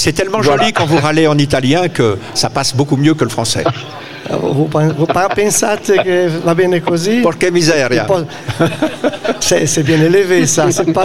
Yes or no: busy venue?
yes